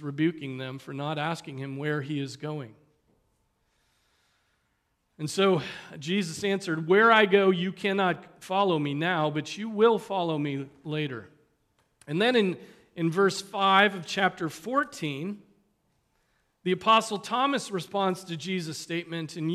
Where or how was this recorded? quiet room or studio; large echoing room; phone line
large echoing room